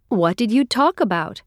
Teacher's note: With inseparable phrasal verbs like talk about, the preposition is usually unstressed.